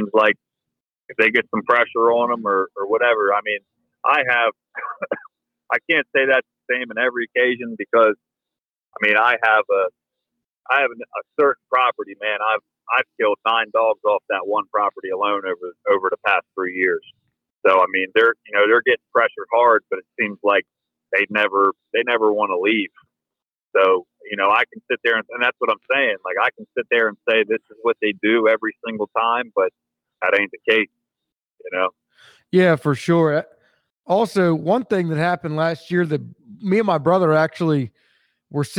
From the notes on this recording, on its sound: He was actually on his way to hunt, so the audio was from his truck.